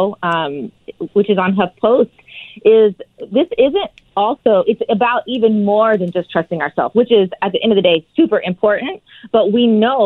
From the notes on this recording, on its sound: is calling